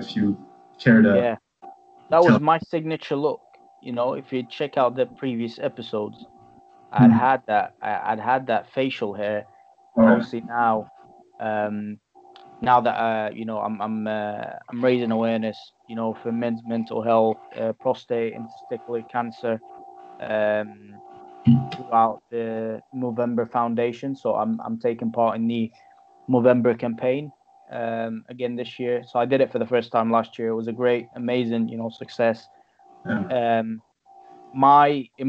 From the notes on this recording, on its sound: Apologies on the technical poorness and bad quality, we're exploring different platforms where we can deliver this through.